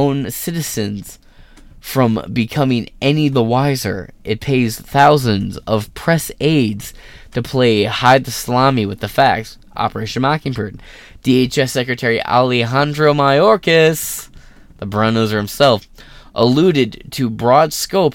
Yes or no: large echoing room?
no